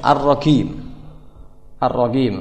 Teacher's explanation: mengganti jim dengan gim seperti orang-orang Yaman